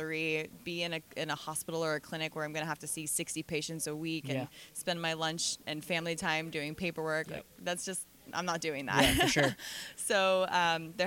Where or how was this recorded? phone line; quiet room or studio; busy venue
busy venue